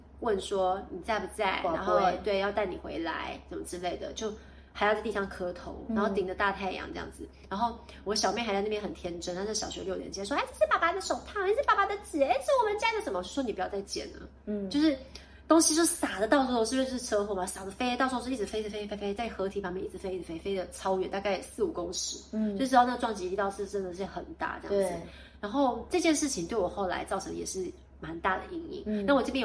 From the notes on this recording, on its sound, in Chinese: 本集不是在錄音室錄製，有點空間感